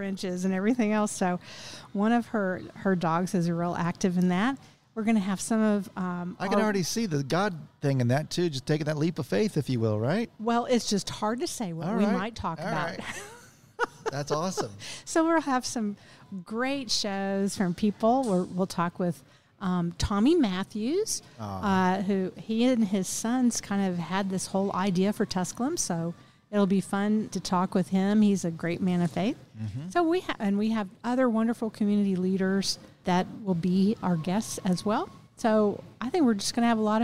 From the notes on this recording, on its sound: Recorded at Tusculum Brewing Company